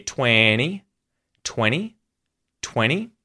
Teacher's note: 20 has that NT, so the T is muted and you hear 20, 20, 20.